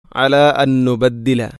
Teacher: അൻ സുക്കൂനുള്ള നൂനിന് ശേഷം വീണ്ടും നൂന്. അപ്പോൾ ഒന്നാമത്തെ നൂനിനെ രണ്ടാമത്തെ നൂനിലേക്ക് ഇദ്ഗാം ചെയ്യുന്നു.